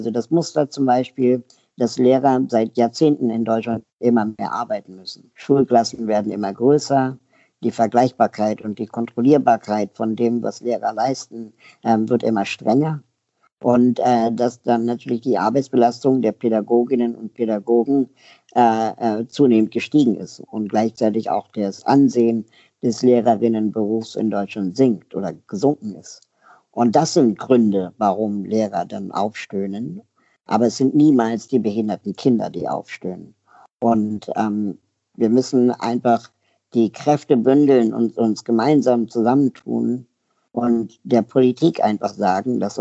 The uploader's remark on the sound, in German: Skype-Interview